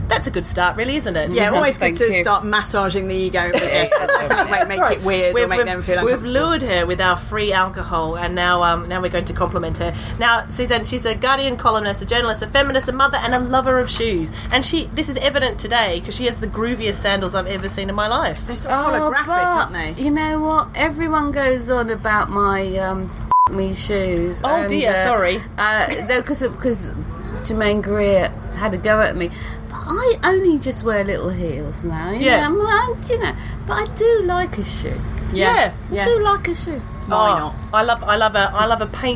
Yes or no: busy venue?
yes